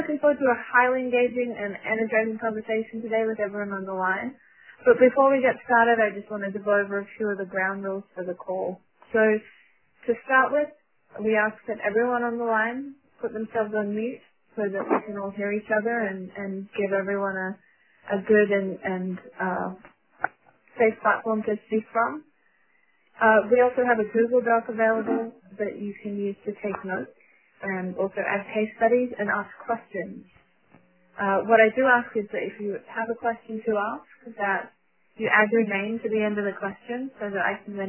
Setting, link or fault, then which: link, phone line